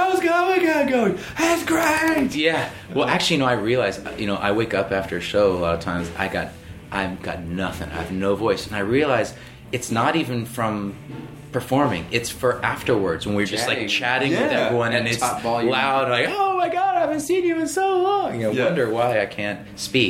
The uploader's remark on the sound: Recorded from the Belly Up Tavern in Solana Beach. They play some songs from their sound-check!